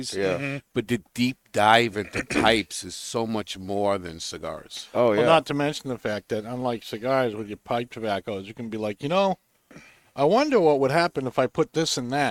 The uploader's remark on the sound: Recorded live from the 7-20-4 Lounge!